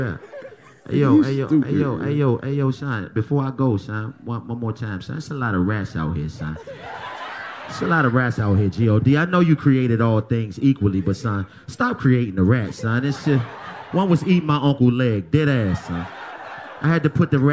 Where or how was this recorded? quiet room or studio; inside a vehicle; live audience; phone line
live audience